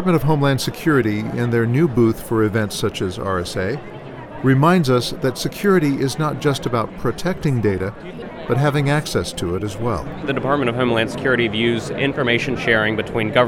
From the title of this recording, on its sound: On the Floor of the 2012 RSA Security Conference